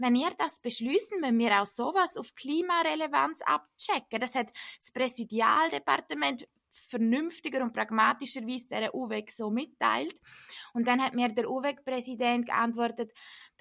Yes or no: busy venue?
no